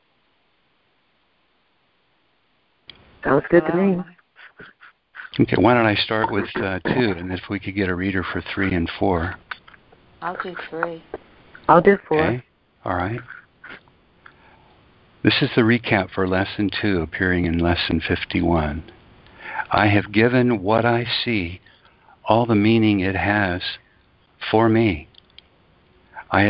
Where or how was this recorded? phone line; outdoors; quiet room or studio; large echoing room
phone line